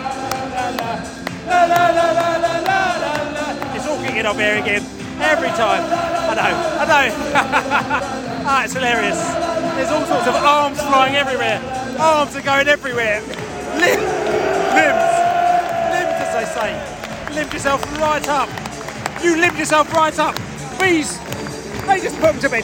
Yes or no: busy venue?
yes